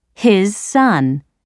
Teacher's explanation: in his son, the z in his is pronounced like the s in son · Term: linking